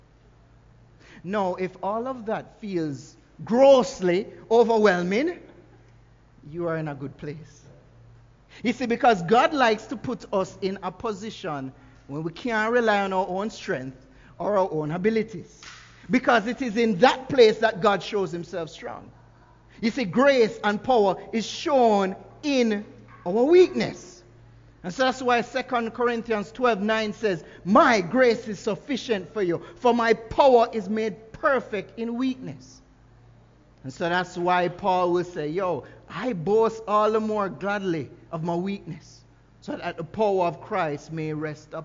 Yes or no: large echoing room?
yes